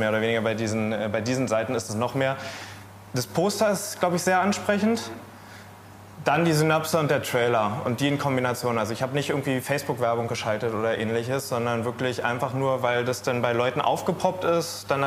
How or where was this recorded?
busy venue